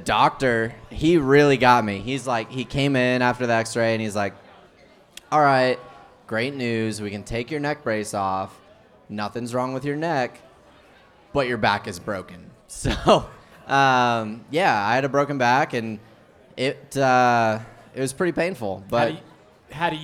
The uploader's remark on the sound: live from Ole Red on Broadway in Nashville.